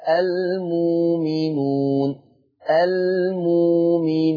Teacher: تبدل الهمزة الساكنة بواو مادية فتقرأ المؤمنون